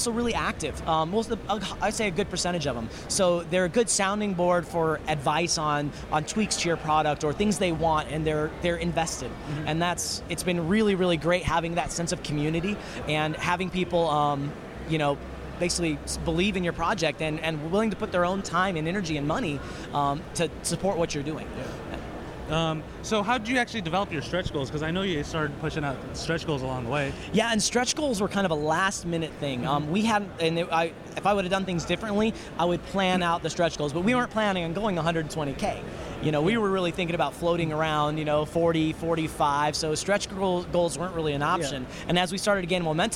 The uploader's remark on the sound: Recorded from the 2014 International Consumer Electronics Show in Las Vegas, Nevada.